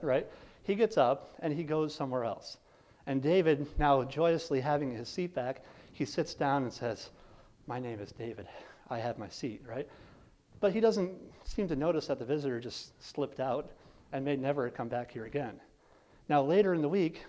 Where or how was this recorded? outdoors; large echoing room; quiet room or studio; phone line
large echoing room